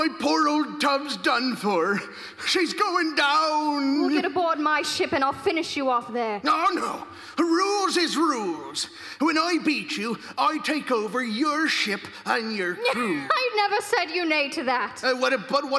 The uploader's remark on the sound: Re-Imagined Radio sampled from the 2019 live performance by actors from Metropolitan Performing Arts and other community volunteers recorded in Kiggins Theatre, Vancouver, WA.